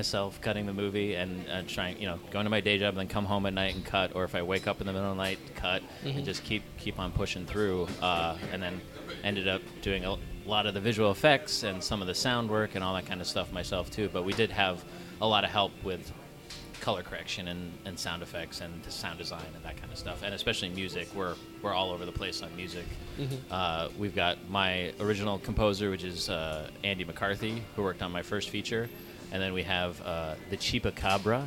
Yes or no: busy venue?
yes